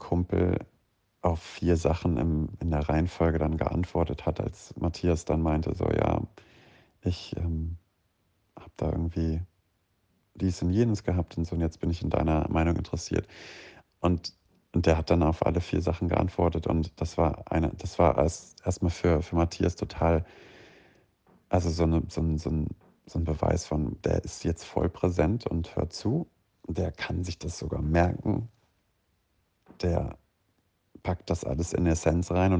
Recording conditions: phone or laptop microphone